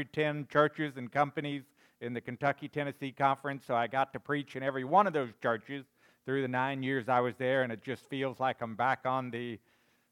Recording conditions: large echoing room